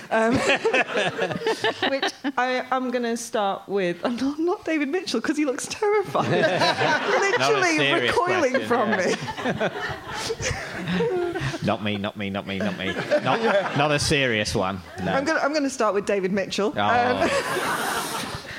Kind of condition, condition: setting, live audience